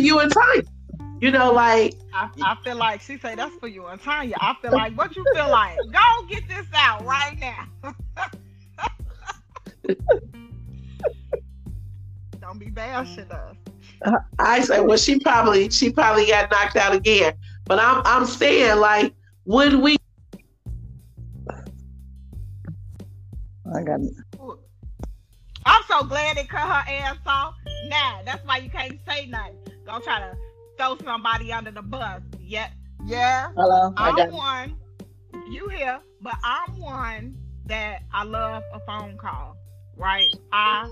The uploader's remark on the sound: Anchor needs to get it together. Anchor, dropped us like nine times throughout the podcast recording please bear with us, we kept on plugging along with all the different interruptions and everything else.